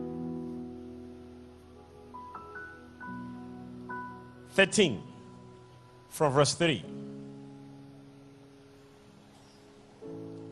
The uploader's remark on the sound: SUNDAY LIVE SERVICE | 21/05/17| ECG CHURCH